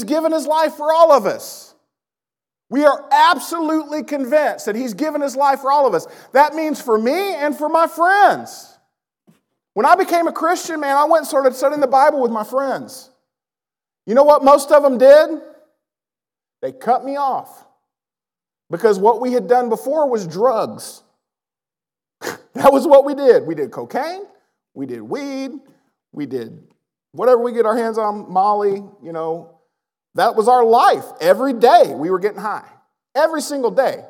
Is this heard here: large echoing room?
yes